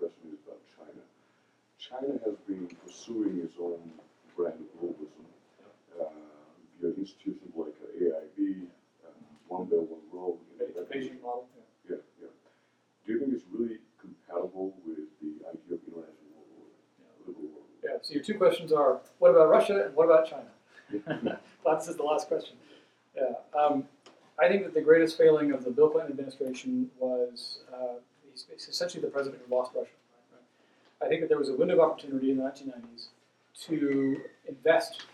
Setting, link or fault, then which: setting, large echoing room